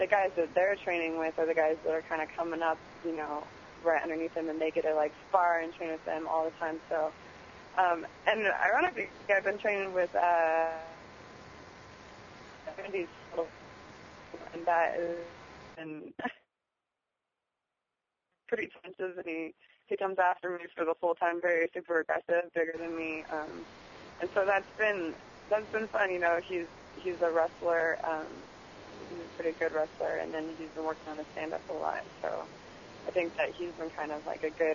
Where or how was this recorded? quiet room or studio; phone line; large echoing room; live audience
phone line